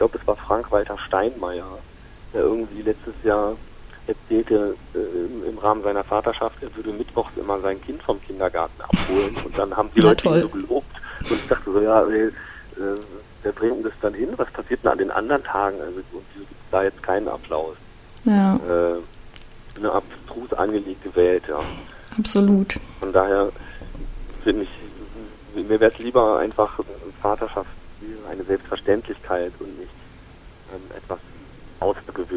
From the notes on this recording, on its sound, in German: Sorry für die Quali - in unserem Ausweichquartier hatten wir technische Schwierigkeiten mit dem Telefonhybrid - deshalb die vielen "aha", "mhm" und Kichergeräusche...